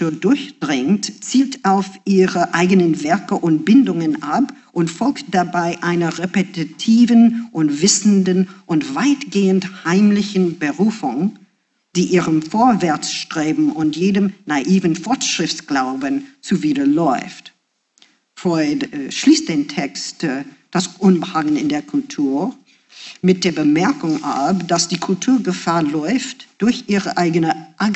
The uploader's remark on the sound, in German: Einen Vortrag im Audimax der Wiener Universität. Zu hören ist ein Mitschnitt der Veranstaltung in deutscher Sprache.